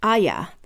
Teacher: in British English, Arya has two syllables since the R is silent and pronounced Aya. That's how the character pronounces it on the show, and it's apparently how Martin intended it.